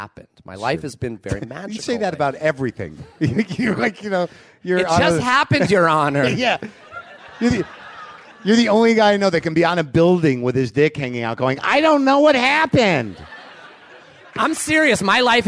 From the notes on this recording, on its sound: Live WTF from the Riot LA Alternative Comedy Festival